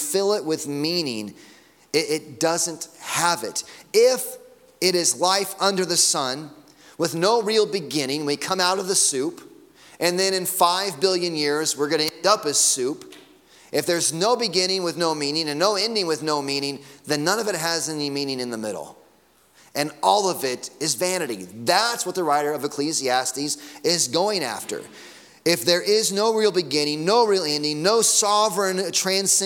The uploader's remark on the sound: Sunday morning sermon audio.